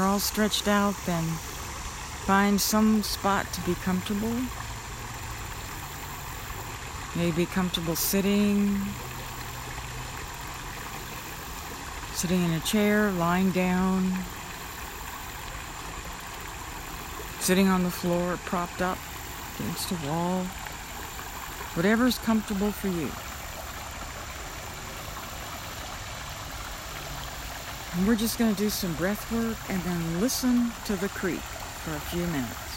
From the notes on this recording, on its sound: For our meditation today, I recorded the sounds of a creek that runs through the park where I often meditate. I think I got a good recording of the creek.